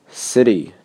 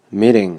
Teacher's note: 第十五节，掌握浊化，从“特“做起。“特”真的是个很值得为企业花费时间、精力的辅音。就算这节结束之后，还要再次提起呢。在已经知道了“特”这个音的舌尖起始位置与中文的“特”不同之后，还要知道“特”这个辅音的另外一个重要特征。当夹在两个元音之间的时候，它就会被浊化。